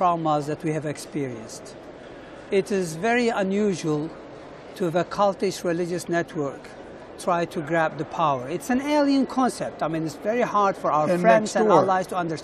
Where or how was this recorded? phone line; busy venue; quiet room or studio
busy venue